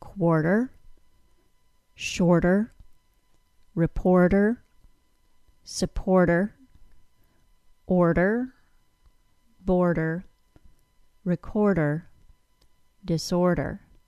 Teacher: in the word quarter, you need to transition directly from the D-like sound into the R sound, dr. If you try to add a vowel between the D sound and R sound, you might be misunderstood.